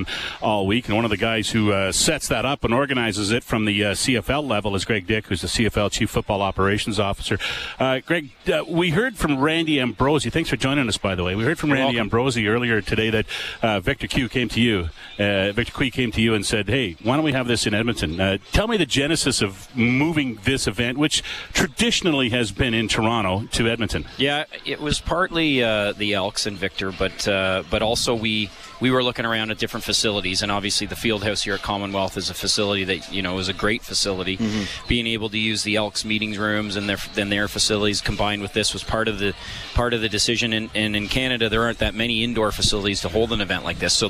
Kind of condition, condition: setting, busy venue